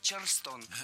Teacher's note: И город, и танец в русском языке имеют ударение на втором слоге – Чарльстон. · Правильное название – Чарльстон. Ударение в этом слове должно падать на второй слог.